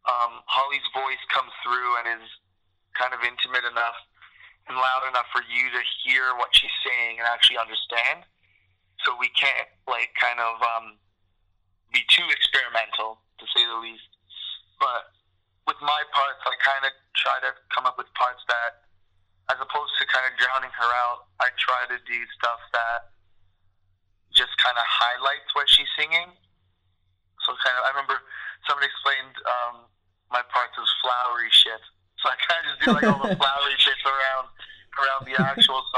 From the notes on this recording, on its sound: Recorded over the phone